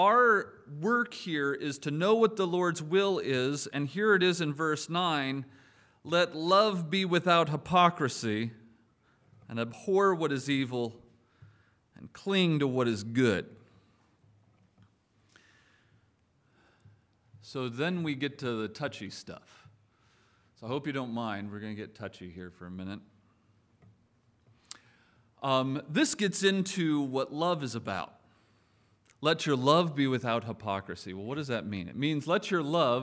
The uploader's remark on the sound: Preached on September 10, 2023 at Trinity Presbyterian Church ( Evangel Presbytery ) in Spartanburg, SC.